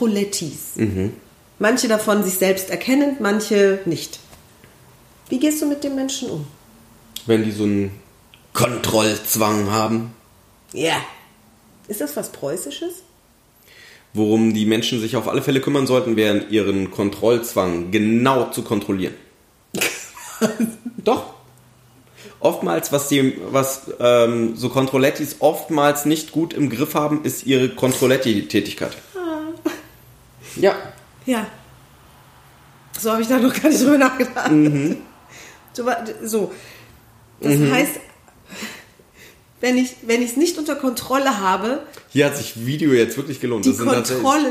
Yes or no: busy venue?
no